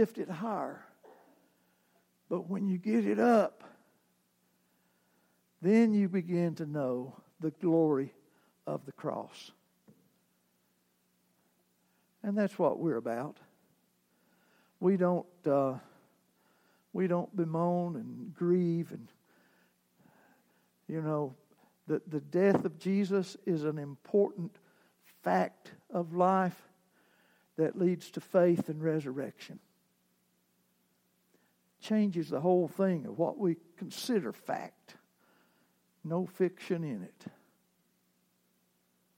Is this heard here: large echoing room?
yes